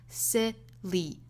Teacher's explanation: silly 这个词尾部应该是一个 e,是紧音